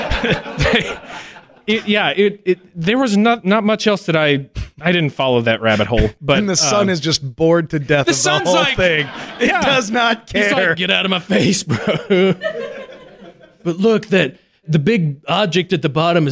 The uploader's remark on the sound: Blurry Photos finally got a live show off the ground. In front of a live audience.